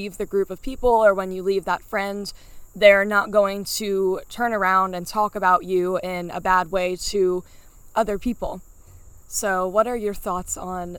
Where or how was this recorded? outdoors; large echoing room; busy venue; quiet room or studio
outdoors